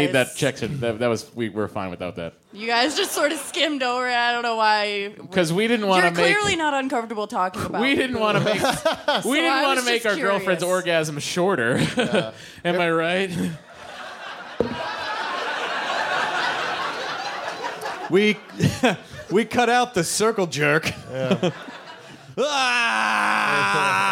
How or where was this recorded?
live audience